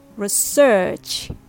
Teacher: Pronunciation number two, stress on the second syllable. It's more common in British English, especially when it's used as a verb.